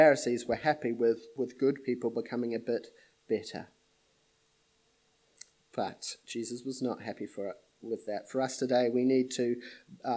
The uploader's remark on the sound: This sermon was preached at Papakura Baptist Church on the 24th of January, 2021